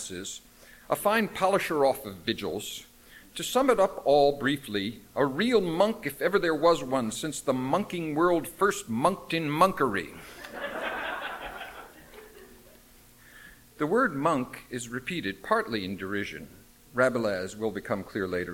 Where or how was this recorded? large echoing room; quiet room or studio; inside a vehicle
large echoing room